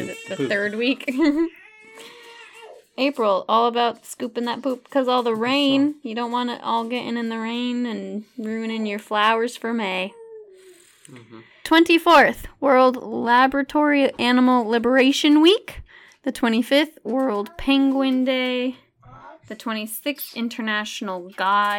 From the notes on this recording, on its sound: My family joins me for this recording, and it gets a little chaotic.